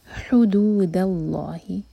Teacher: دال لائٹ، لام جلالہ ہیوی